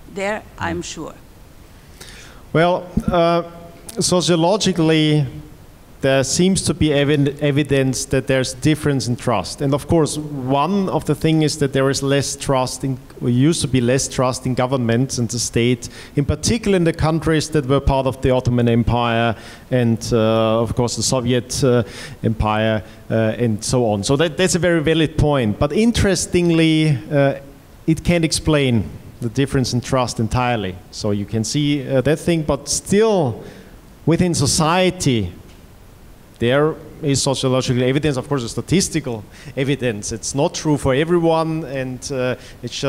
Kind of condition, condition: setting, live audience